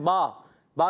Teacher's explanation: دونوں ہونٹوں کے تر حصے سے با ادا ہوتا ہے، یہ اس کا مخرج ہو گیا.